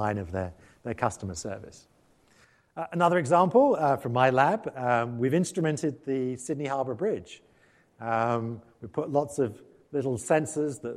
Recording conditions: live audience